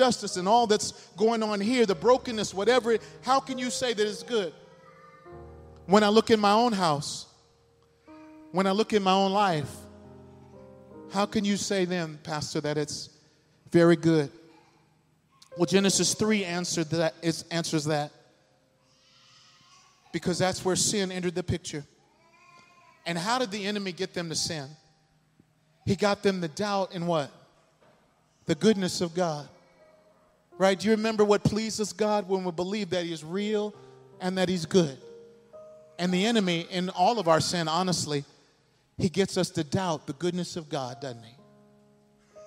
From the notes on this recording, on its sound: This sermon was delivered at New City Fellowship West End in St. Louis, MO.